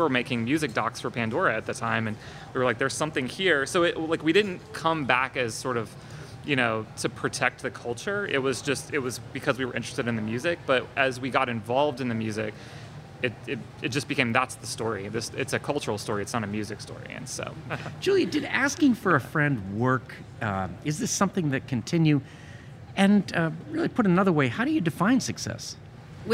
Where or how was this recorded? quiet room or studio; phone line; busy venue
busy venue